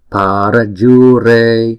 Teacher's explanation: Chữ pa, chữ ju và chữ re thì chúng ta đọc mỗi âm là 2 nhịp, còn chữ ra là 1 nhịp ha.